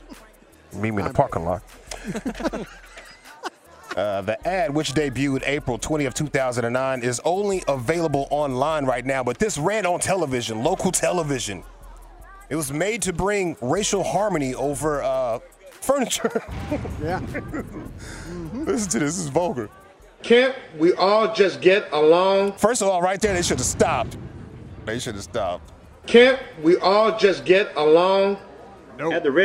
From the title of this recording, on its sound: live from the Texas Rangers Toy Drive